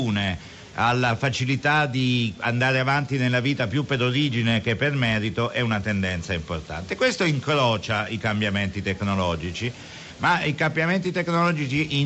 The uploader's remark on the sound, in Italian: Festival economia di trento. In diretta da piazza duomo.